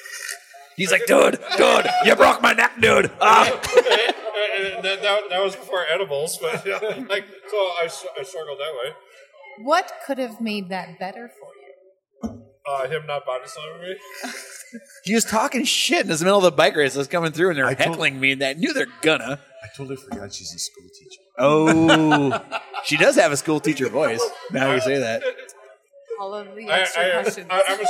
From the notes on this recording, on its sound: This show was recorded after the race at Limestone Brewery in Osage, IA.